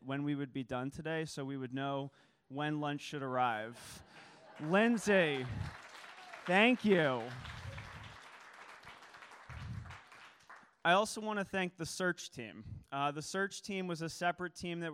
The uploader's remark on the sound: This service was recorded in its entirety for those who could not attend.